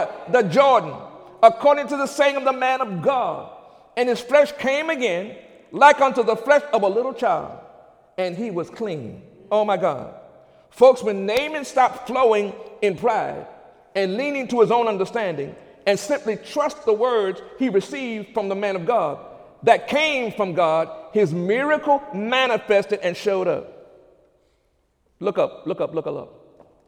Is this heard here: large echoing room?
yes